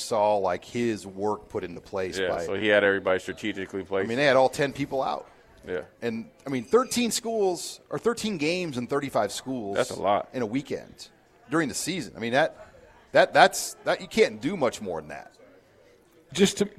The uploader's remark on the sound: Live from Tanner's